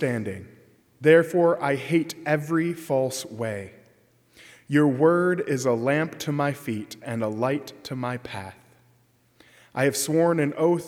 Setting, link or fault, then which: setting, large echoing room